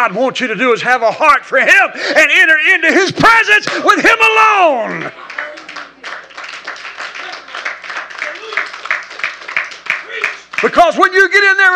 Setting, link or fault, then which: setting, large echoing room